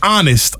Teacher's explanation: You don't say it. But the H is actually silent. You are saying the O.